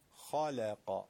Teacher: خا درشت، ل نازک، قا درشت، خالقا، خا و قاف استعلا دارن، پس تفخیم میشوند. لامم که استعلا نداره، استفال داره، صفت استفال داره، ضد استعلا و ترقیق و نازک میشه.